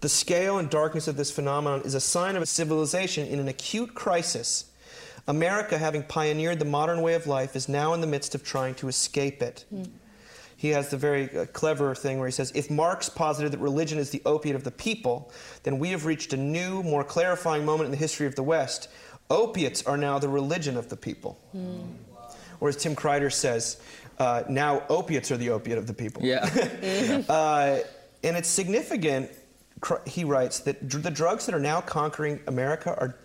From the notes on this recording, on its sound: Recorded in front of an audience at the 4th annual Mbird Conference in Tyler, TX.